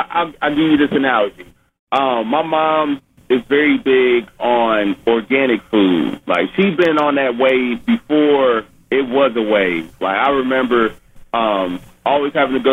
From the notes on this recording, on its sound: Phone interview.